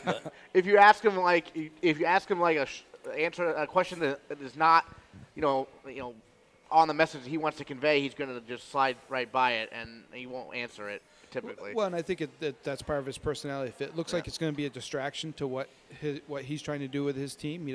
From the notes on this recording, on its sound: Broadcast live from Gridiron Restaurant in Lewiston as the Spectrum Healthcare Partners Studios hit the road!